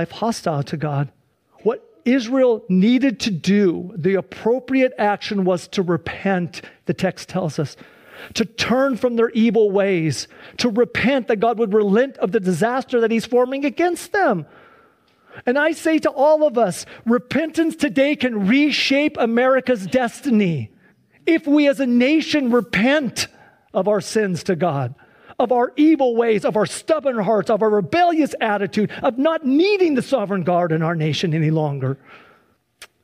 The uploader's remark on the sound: Please enjoy this Sunday church service livestream. Accompanied by a modern worship service.